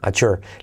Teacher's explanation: La T más la Y generan una letra clave GJ. · Term: letra clave J